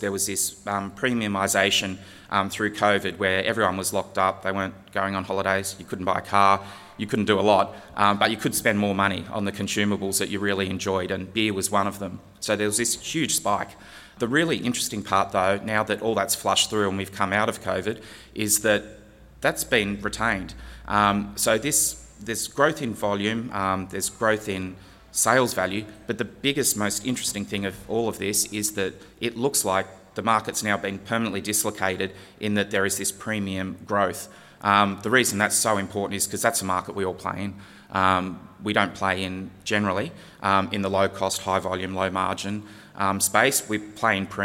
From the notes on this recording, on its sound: This keynote was recorded at the recent Western Australian Brewing Conference in Perth.